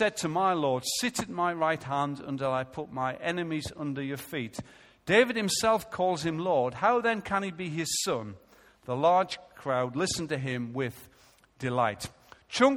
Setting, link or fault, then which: setting, large echoing room